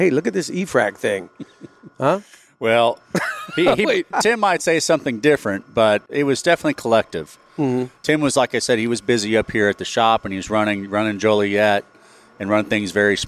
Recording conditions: busy venue